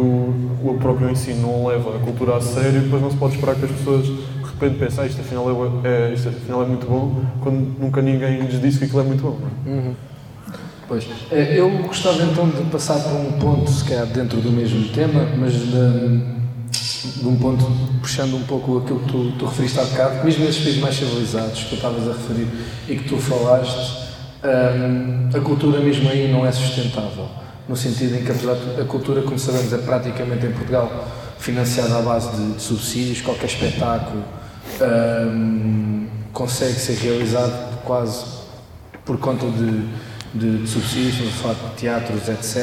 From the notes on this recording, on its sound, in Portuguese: gravado em direto a partir do festival Rabirruivo em Tomar